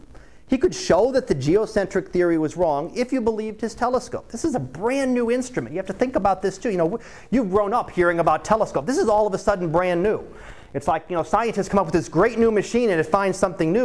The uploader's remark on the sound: Live Class Lecture